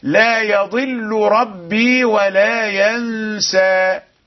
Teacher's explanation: لام لا يضل والراء في ربي متقاربان لكنهما لا يدغمان